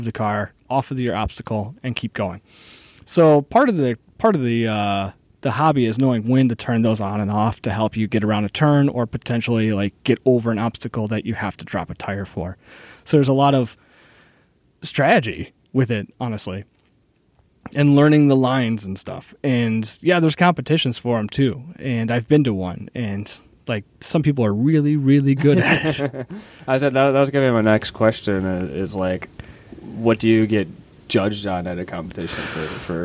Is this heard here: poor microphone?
no